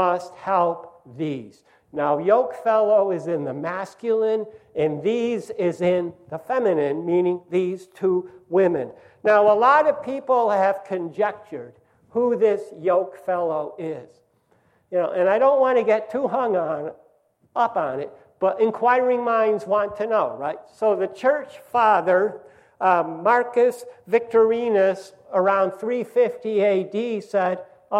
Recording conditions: large echoing room